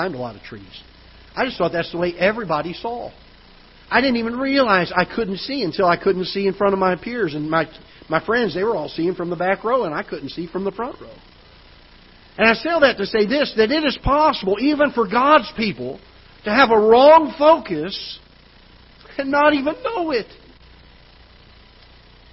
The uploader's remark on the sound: Ketha Heights Baptist Church ~ Live Broadcast